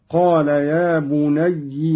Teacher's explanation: قالون بكسر الياء هكذا: قال يا بني لا تقصص رؤياك على إخوتك فيكيدوا لك كيدا، على أن أصلها بنو على وزن فعل، فصغر على بني اجتمعت الياء والواو وسبقت إحداهما بالسكون فقلبت الواو ياء وأدغمت فيها ثم لحقتها ياء الإضافة فصارت هكذا: يا بني.